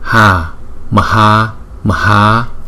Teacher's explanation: Chữ A này có dấu gạch ngang, chúng ta đọc thời lượng gấp đôi chữ A trước.